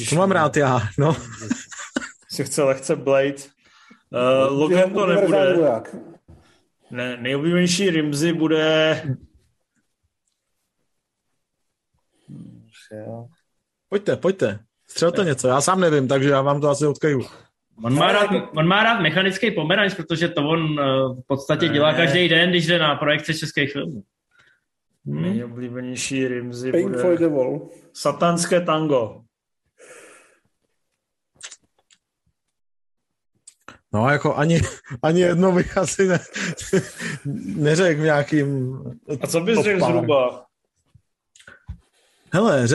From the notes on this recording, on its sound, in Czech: Jsme zpátky na Zoomu